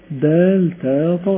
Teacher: الدال والتاء والطاء كلهم من مخرج واحد، دال تاء طاء، لكن كل حرف منهم له صفة. · Term: المتجانسين